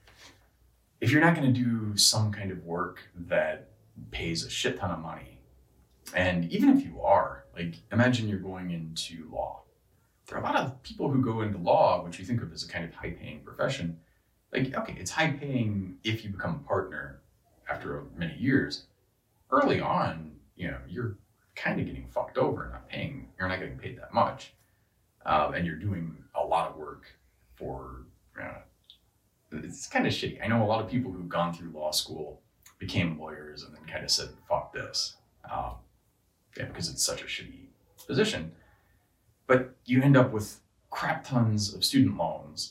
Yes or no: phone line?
no